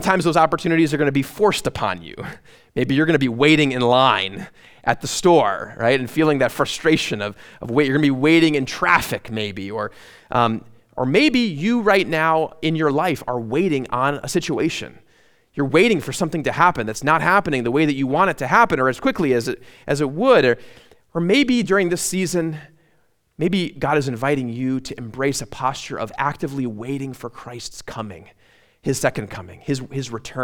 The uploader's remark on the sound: at Immanuel Lutheran Church in Pasadena, CA